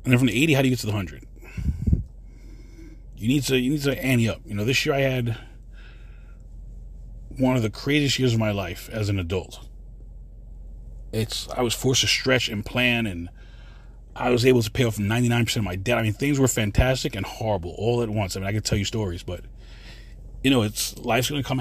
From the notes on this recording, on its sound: this quick CarCast